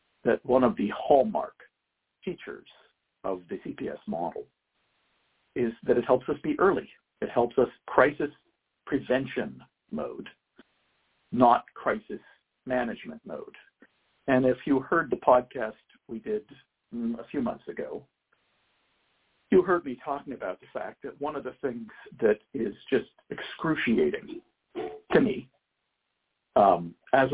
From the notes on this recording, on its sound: Help out a mom who called in with a difficult situation with her son.